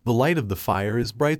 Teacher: The repetition of the long I sound in light and fire creates an assonant effect.